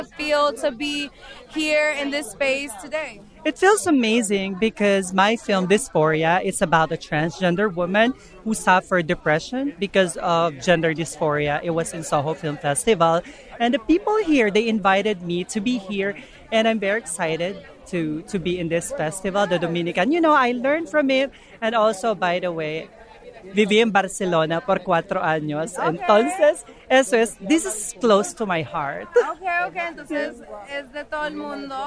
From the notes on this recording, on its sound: Red carpet correspondent. Covers the Dominican Film Festival NY live!